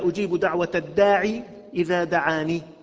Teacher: في روايتنا رواية حفص عن عاصم نقرأها بحذف الياءين